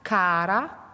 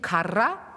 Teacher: Nein, Kara ist mit einem R und man flippt es. Man rollt es nur einmal. · Shown in: first take · Term: flipped